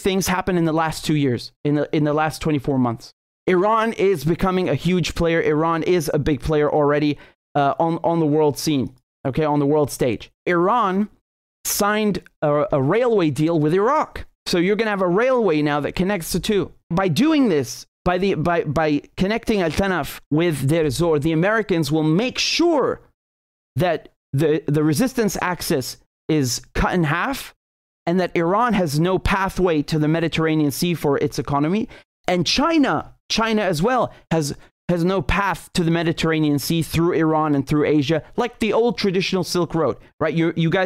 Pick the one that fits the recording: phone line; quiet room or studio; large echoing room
quiet room or studio